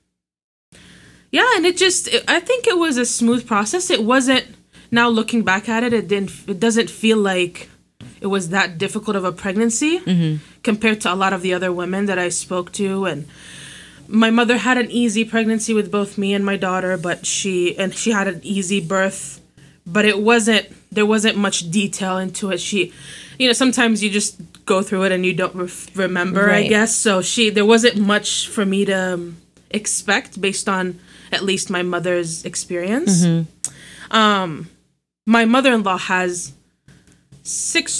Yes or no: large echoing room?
no